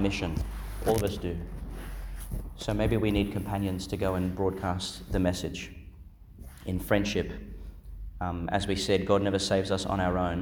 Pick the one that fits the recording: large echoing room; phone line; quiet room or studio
large echoing room